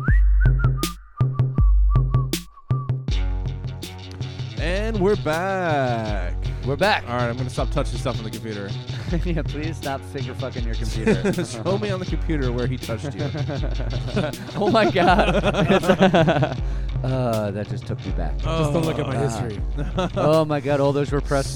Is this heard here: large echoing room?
no